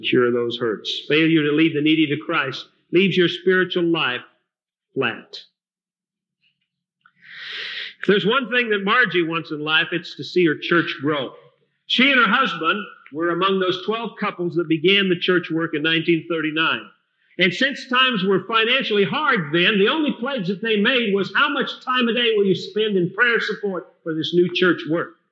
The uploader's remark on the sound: Recorded at Fillmore Bible Church, Fillmore, California, Circa 1982